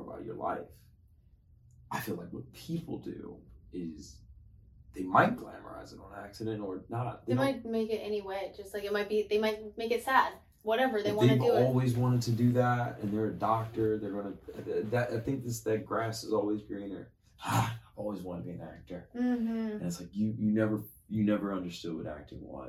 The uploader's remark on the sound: Recorded on an iPhone. While the Canons sit idly by, just watching our rookie mistakes.